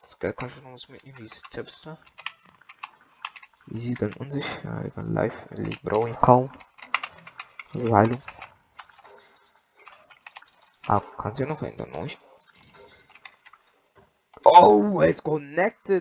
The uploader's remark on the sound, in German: die Audio Qualität ist wieder mal scheisse